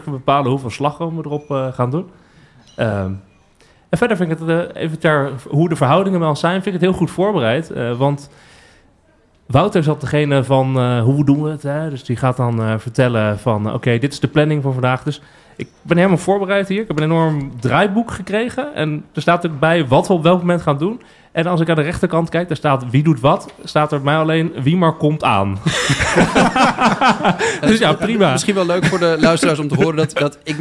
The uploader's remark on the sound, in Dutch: Live bij de Universiteit Leiden campus Den Haag. Hebben we onze jubileumaflevering opgenomen met live publiek. Van remotepodcast.nl ontzettend bedanken voor zijn fantastische audio ondersteuning.